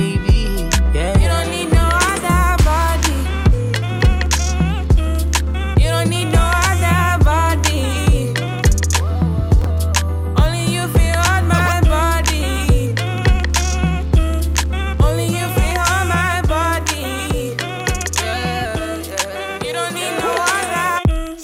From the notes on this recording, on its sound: ALL Are Welcome LIVE at Land Grant.